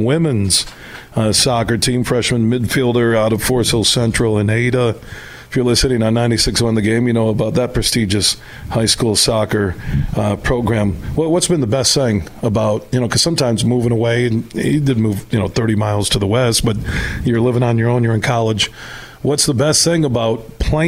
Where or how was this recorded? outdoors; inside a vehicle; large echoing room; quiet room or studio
outdoors